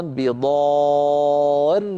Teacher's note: الراء هنا مشددة مكسورة لابد من بيانها، مشددة مكسورة